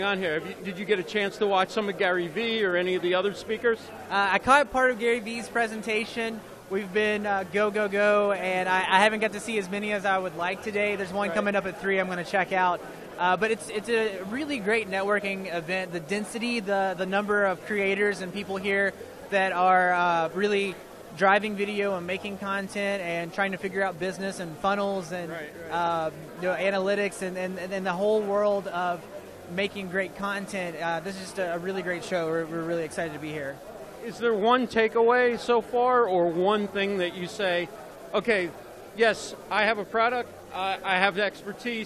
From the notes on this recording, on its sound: Live at VidSummit 2017 in Los Angeles.